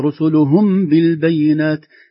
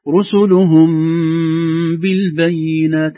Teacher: إن الميم الساكنة جاء بعدها باء كلاهما يخفى من الشفة سمى إخفاء شفوي · Shown in: second take